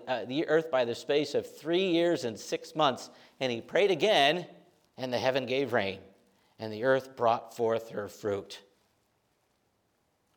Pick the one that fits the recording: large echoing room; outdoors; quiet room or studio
large echoing room